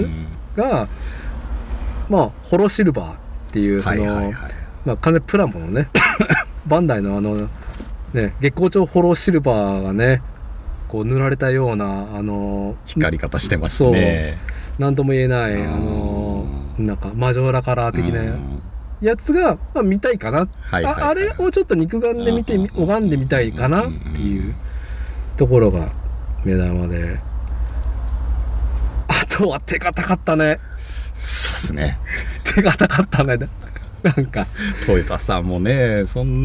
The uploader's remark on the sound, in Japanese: 屋外収録